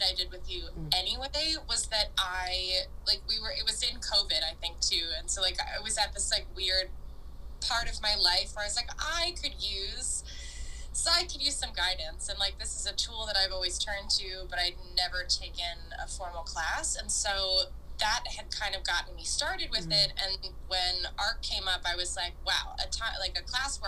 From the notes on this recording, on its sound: This is a recording of our IG live, so forgive the sound quality